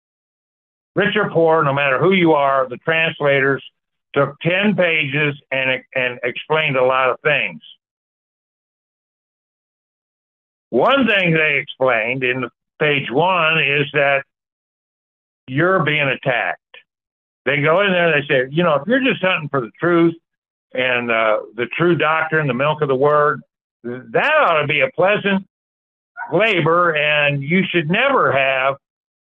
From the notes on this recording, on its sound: Call In Bible Study.